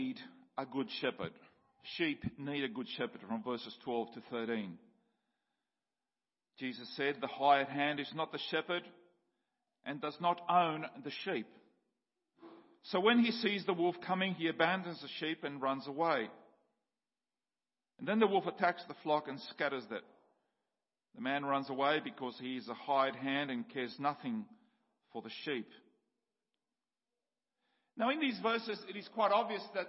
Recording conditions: large echoing room